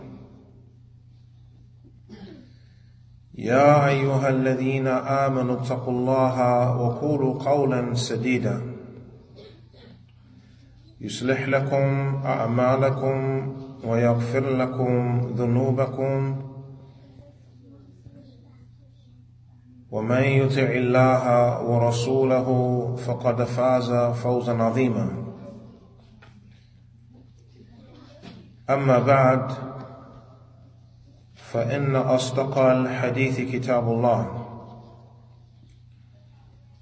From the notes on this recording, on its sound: Lecture given at Masjid Nur Allah, Queens, NY